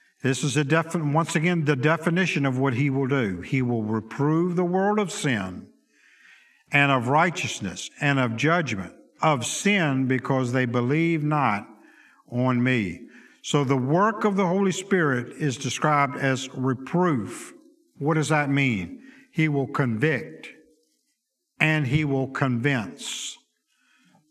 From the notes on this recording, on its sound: Sunday school lecture